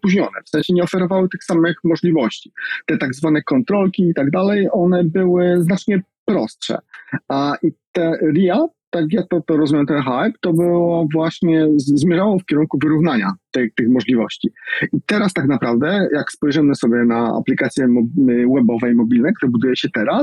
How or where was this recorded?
video call